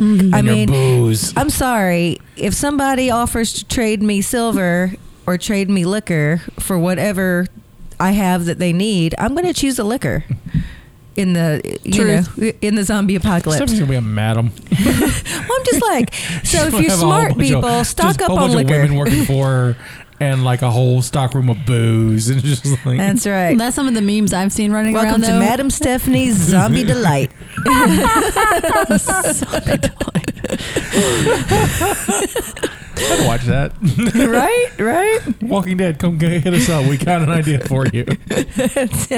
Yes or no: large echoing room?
no